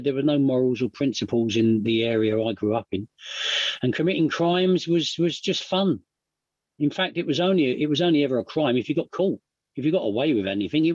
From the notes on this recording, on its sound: at the Magical Mystery Tour zoom meeting in December of 2022